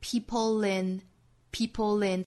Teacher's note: 侧音哈。那再跟后面元音连读呢，我们要读出一个 l l 这个音，所以是 people in, people in,大家仔细听原声它也是这么说的，所以我们要注意把这个 l 的音发出来， smart people in, smart people